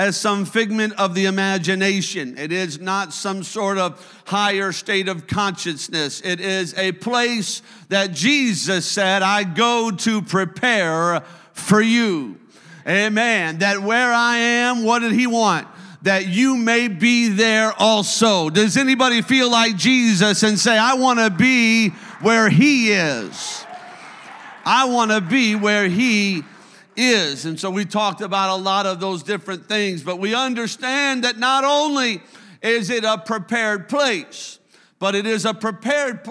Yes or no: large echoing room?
yes